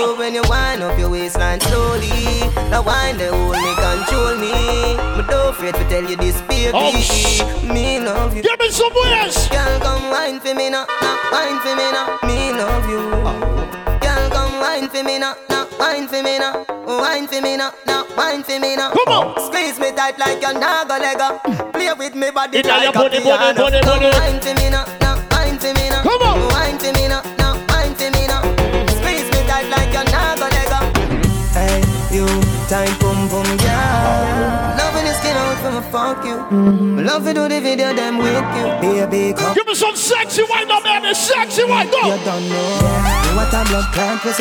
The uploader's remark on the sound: LIVE AUDIO RUDY BBQ 2023